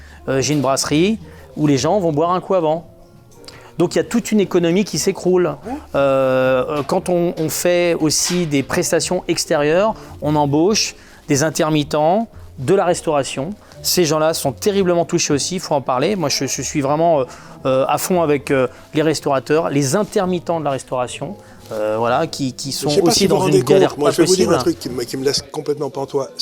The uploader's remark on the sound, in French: Émission enregistrée au restaurant Chez Françoise Aérogare des invalides Paris.